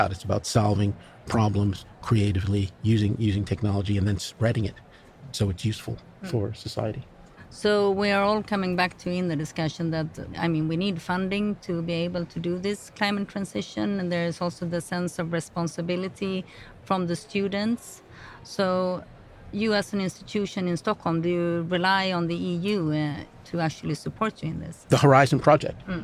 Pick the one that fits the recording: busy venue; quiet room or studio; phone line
busy venue